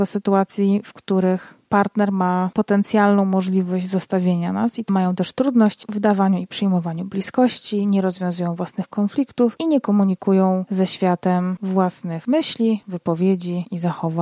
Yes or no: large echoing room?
no